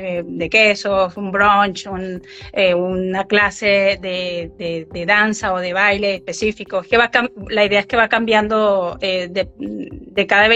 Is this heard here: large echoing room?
no